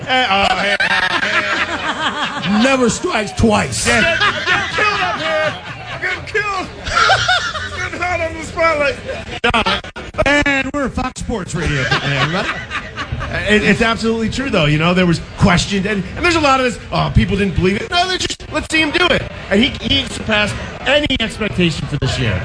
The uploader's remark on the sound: LIVE from our Giants Playoff Tailgate!